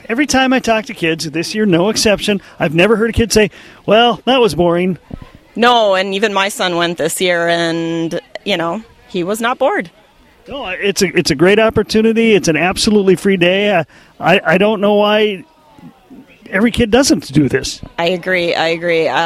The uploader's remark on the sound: Today, the sounds of Bemidji's 32nd Annual Take A Kid Fishing event. We hear from some of the kids who had a great day on the water.